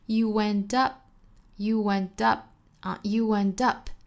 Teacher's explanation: end 这里面就是加 w 了 end 我们来看后面 But you end up You 和 end 连读成 UN UN 我们听到有个小小的 w 的发音其实就是由 you 这个尾音的 w 引起的一个连读加音